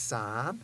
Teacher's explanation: Again, that's that vowel towards the front of the teeth, and it's said with the rising tone and with an M at the end.